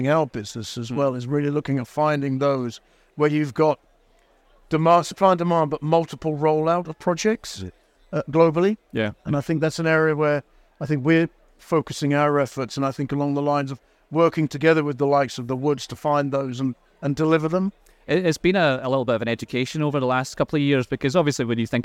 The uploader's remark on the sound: Recorded live at Offshore Europe 2023